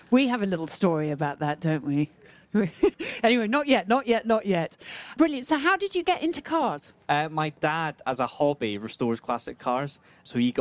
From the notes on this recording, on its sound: live from the Concours of Elegance